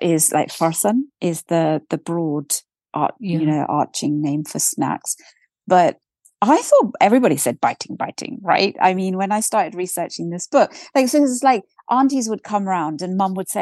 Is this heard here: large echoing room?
no